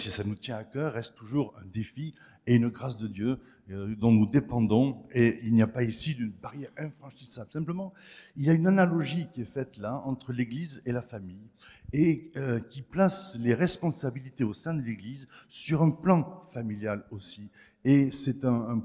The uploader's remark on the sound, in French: Enregistré à l'église CVV, le 26/03/2023